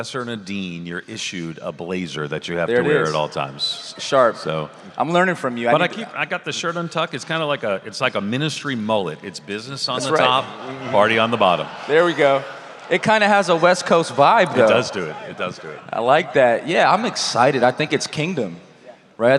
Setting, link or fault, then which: setting, busy venue